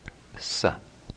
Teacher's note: The third sibilant is distinct from the other two. It's simply pronounced sa. It's dental.